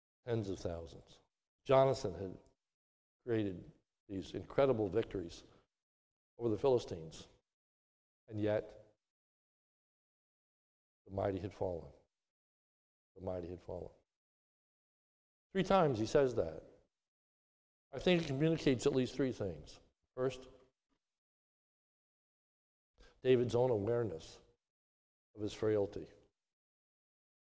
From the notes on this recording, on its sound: This is a sermon recorded at the Lebanon Bible Fellowship Church on 5/30/21 during the morning service